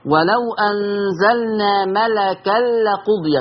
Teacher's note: لما دخل التنوين في اللام ما علقش لساني على اللام